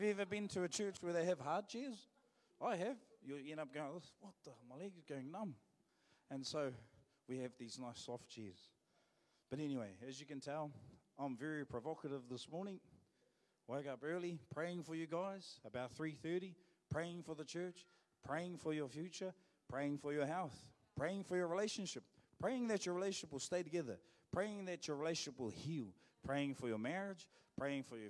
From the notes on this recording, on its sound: Live From IwiTapu Destiny Church Hawkes Bay